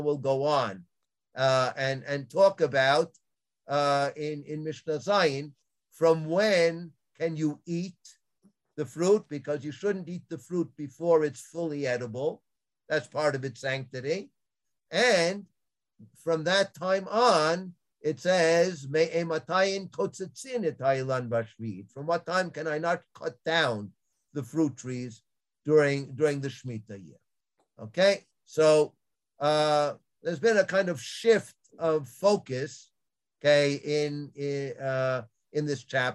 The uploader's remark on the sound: This audio was originally captured from Zoom